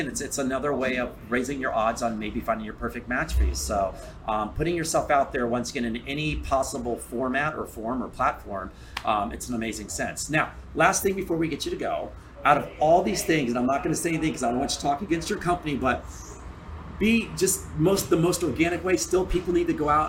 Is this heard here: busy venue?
yes